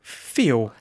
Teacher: L's on the ends of words, what we call terminal L's because they happen at the ends of words, they actually become rounded to an U sound